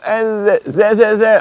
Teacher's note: حرف مرقق فيش تقعر في اللسان مفيش تصاعد في الصوت إلى قبة الحنك الأعلى